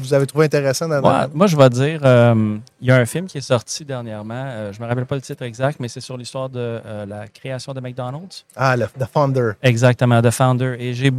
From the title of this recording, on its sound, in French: en direct de Stratégies PME